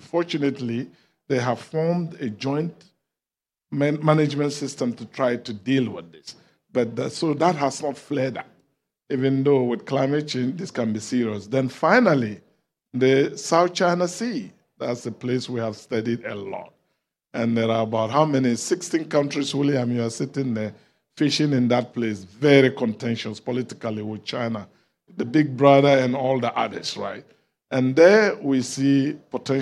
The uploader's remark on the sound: Foreign Policy teamed up with the Walton Family Foundation for a live podcast taping at COP28.